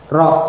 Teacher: yang benar secara makhraj getarannya sedikit, tetapi tetap ada getarannya. Tapi sedikit, mukarrar, ra' gitu ya. · Term: huruf yang bergetar